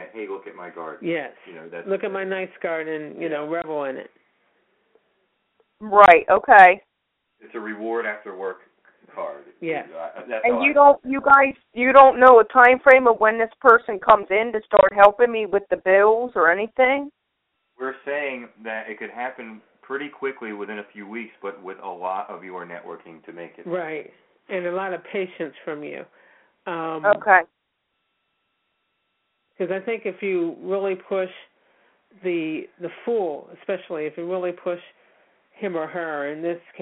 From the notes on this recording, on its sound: open the phone lines